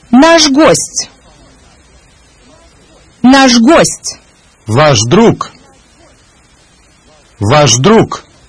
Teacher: The voiceless consonants Ш, К, П, Т, С, and Ф become voiced. That is, Ш becomes Ж, К becomes Г, П becomes Б, Т becomes Д, С becomes З, Ф becomes В, when they immediately precede one of the voiced consonants.